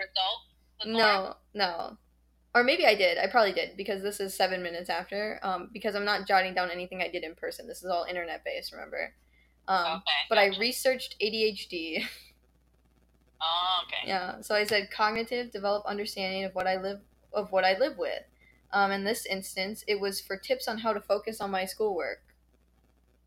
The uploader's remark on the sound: The audio is really annoying on this one.